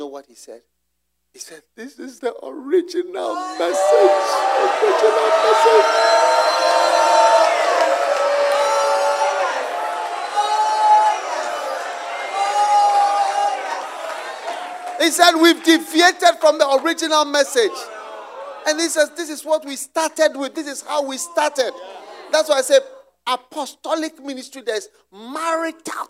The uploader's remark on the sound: Preached at the Use It or Lose It Camp, USA.